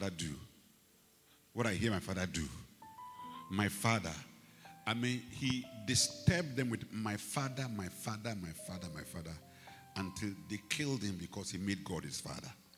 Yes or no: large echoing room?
yes